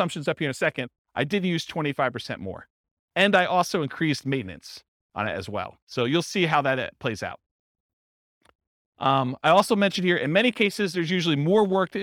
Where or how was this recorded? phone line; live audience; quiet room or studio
live audience